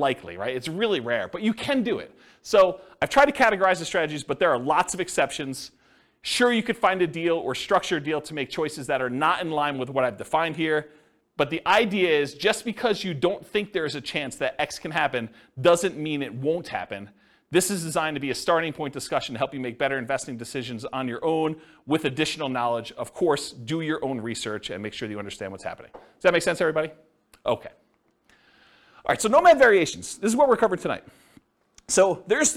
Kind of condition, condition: setting, live audience